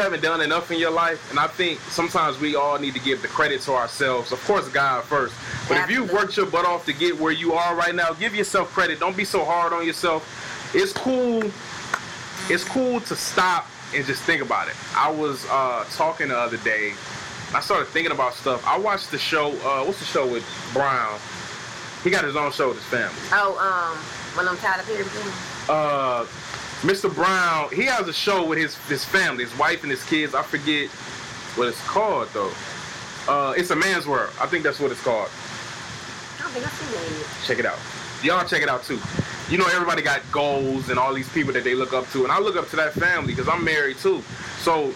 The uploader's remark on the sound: DUE TO TECHNICAL DIFFICULTIES WHILE FILMING BY THE POOL, BACKUP PLAN MAY HAVE EFFECT ON AUDIO. DUE TO TECHNICAL DIFFICULTIES WHILE FILMING BY THE POOL, BACKUP PLAN MAY HAVE EFFECT ON AUDIO.